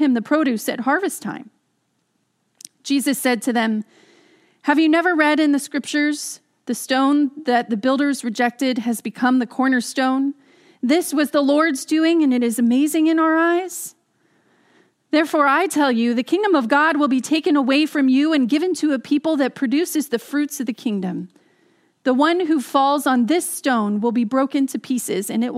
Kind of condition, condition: setting, large echoing room